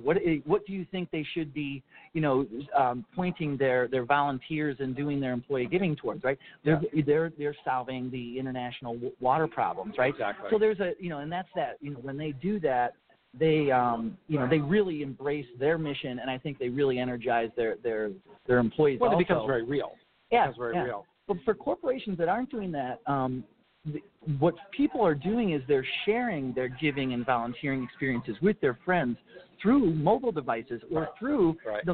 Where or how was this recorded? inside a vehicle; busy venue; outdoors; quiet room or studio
busy venue